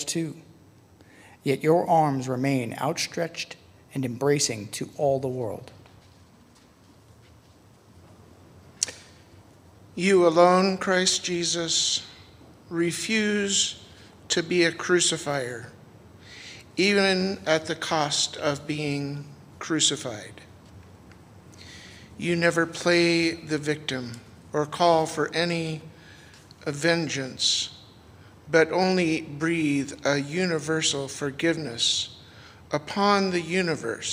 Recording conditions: large echoing room